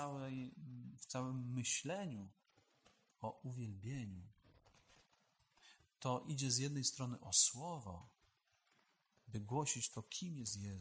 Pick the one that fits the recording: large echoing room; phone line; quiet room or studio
large echoing room